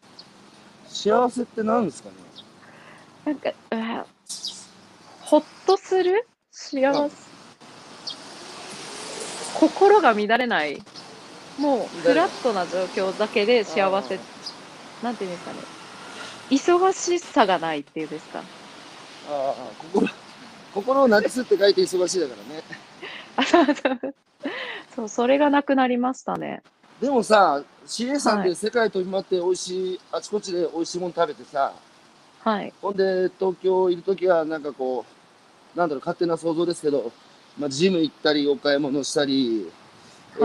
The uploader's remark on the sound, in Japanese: 歩きながら1時間、対談する